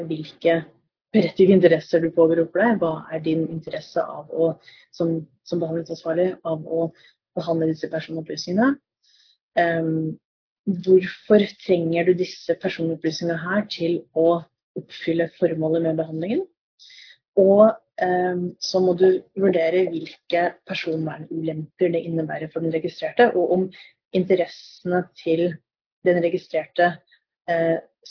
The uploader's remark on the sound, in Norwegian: Dette er et opptak fra en LinkedIn Live.